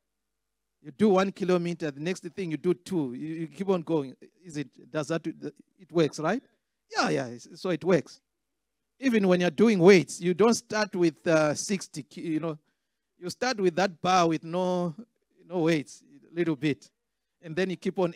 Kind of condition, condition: setting, large echoing room